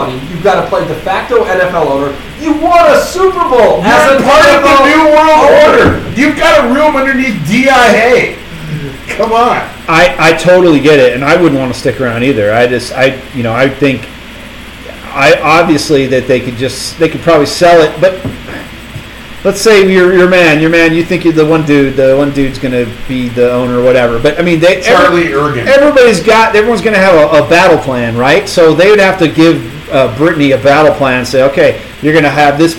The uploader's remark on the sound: Apologize in advance for the audio problems.